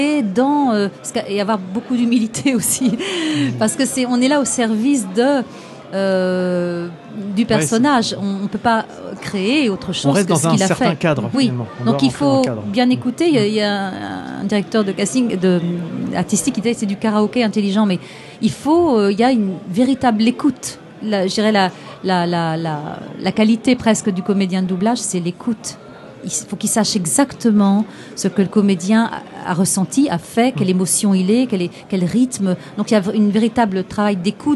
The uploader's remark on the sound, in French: Au coeur de la convention du Fantastique de Rouen